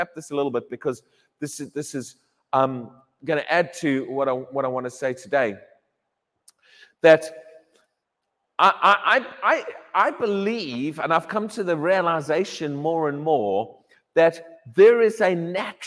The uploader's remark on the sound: Sunday Morning Service 1 October 2023 - High Legh Church, Cheshire, U.K.